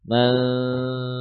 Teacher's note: Suara nun yang samar, ya, berbagi antara khayshum dan mulut.